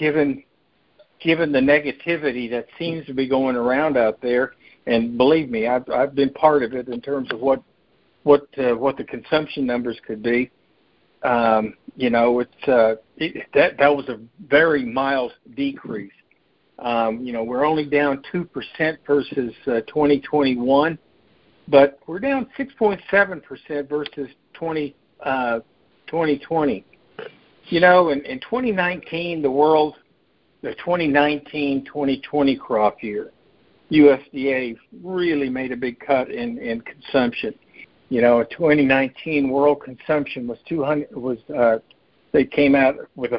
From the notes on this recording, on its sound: November 2022 Monthly Conference Call On Cotton.